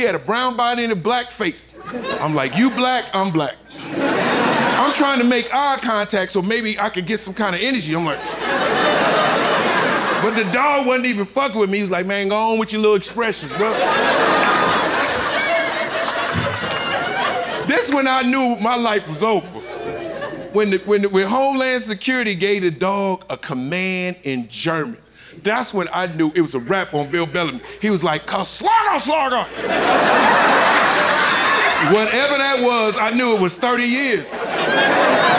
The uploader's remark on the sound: Live from Tribeca